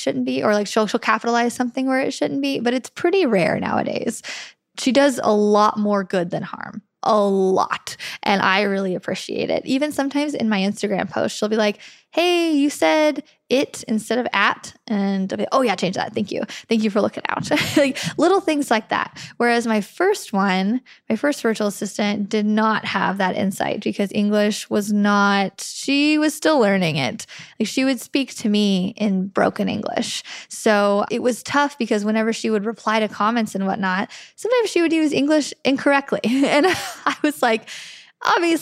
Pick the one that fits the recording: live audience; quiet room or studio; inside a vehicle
quiet room or studio